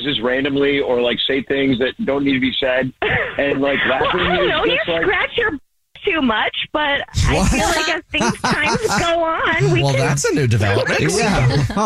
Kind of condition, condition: link, phone line